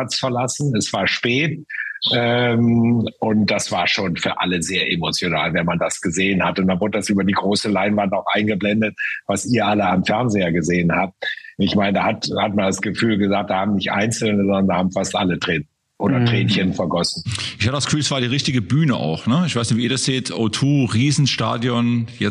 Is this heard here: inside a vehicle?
no